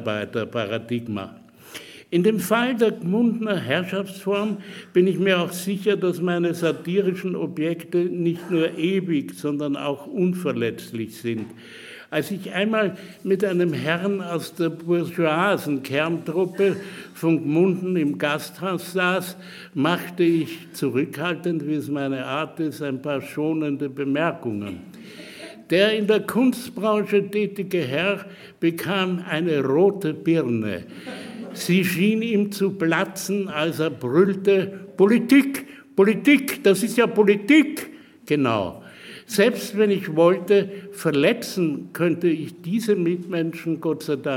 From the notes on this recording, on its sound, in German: Im Bruno Kreisky Forum live vor Publikum geführt und aufgezeichnet.